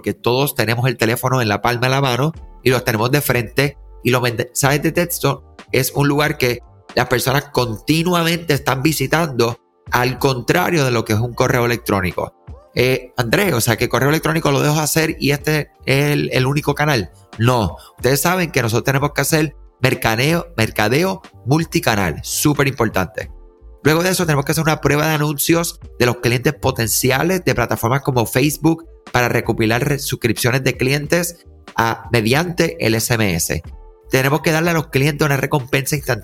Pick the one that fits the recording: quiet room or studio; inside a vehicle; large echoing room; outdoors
quiet room or studio